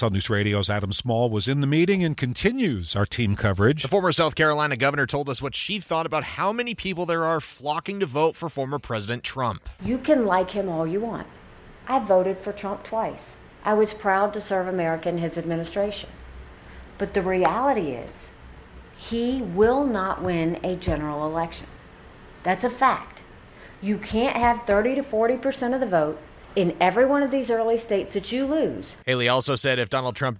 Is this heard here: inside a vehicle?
no